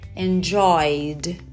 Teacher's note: Enjoyed, com som de D, também não vai pronunciar o E